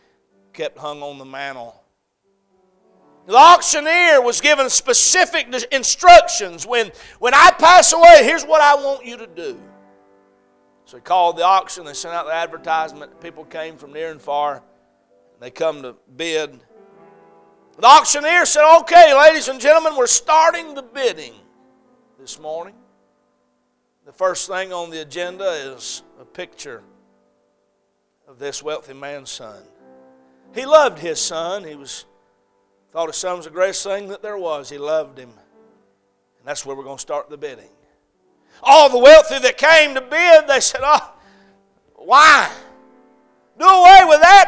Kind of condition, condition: setting, large echoing room